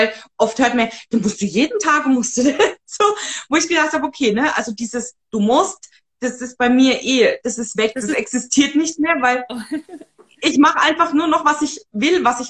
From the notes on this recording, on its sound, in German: die ich auf live auf Instagram geführt habe